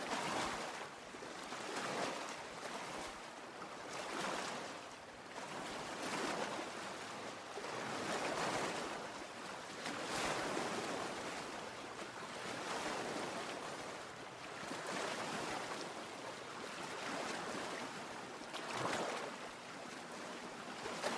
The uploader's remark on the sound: Relax to the sounds of lake waves.